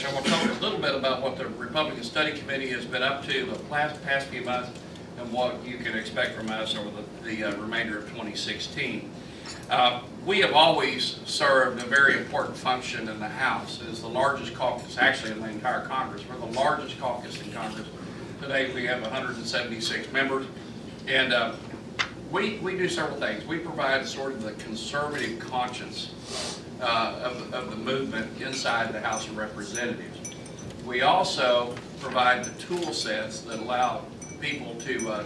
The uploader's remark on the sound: WASHINGTON, DC. In an appearance before a breakfast meeting of The Ripon Society.